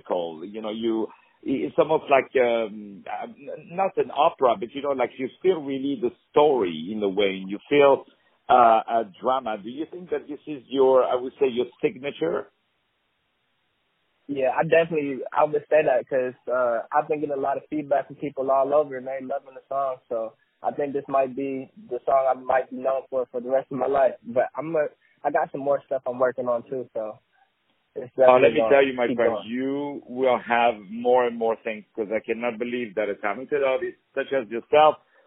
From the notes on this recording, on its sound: On the phone.